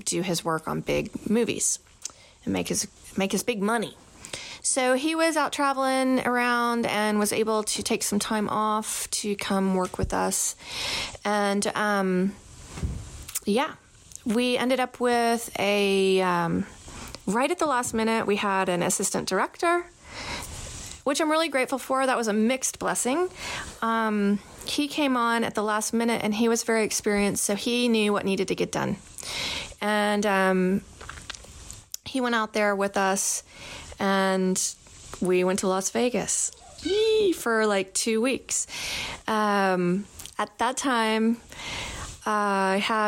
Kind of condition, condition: fault, sounds in the background